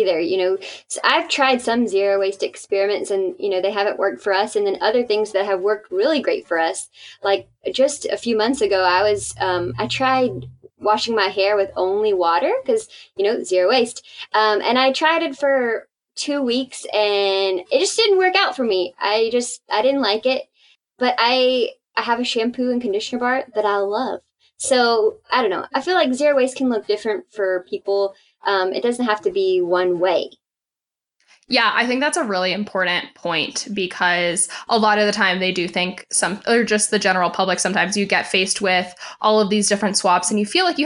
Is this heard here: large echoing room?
no